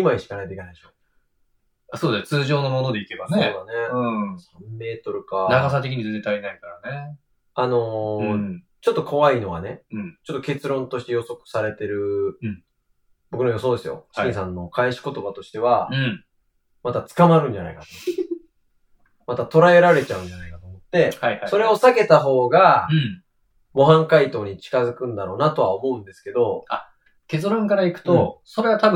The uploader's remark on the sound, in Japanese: 録音を失敗してしまい音質が激悪です。